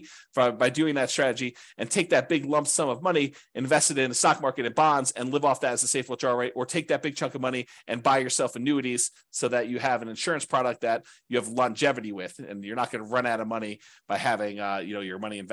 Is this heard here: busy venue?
no